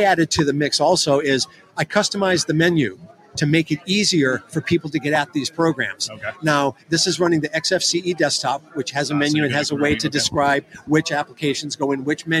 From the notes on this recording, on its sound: Live from the Northeast HamXposition in Marlboro, Massachusetts!